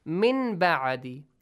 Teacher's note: Nun sakin plus ba change the sound of nun sakin into a hidden meme. Into meme and hide the sound of meme.